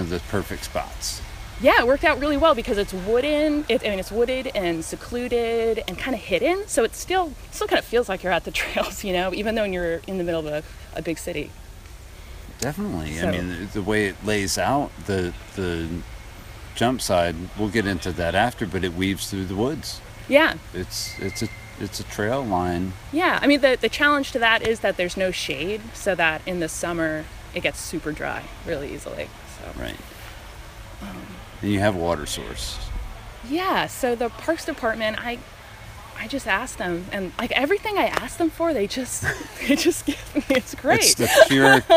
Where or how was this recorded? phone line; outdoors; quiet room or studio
outdoors